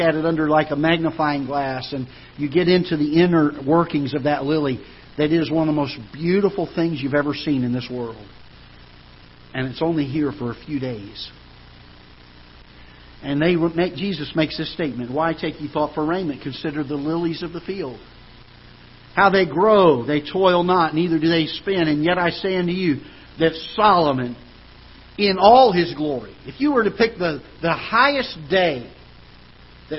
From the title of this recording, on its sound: Ketha Heights Baptist Church ~ Live Broadcast